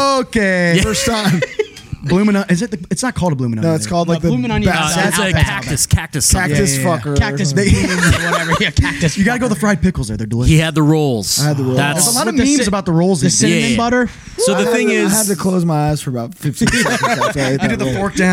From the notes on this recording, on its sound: Joined us live and in-person at FYA Fest 2023.